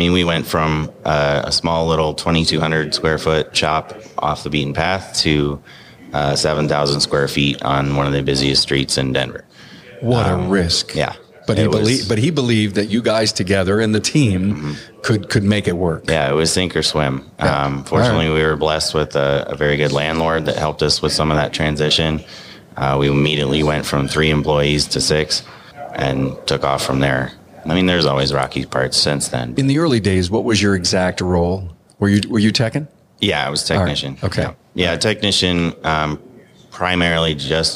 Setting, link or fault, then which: setting, busy venue